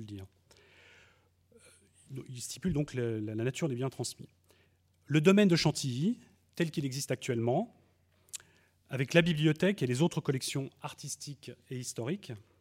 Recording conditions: large echoing room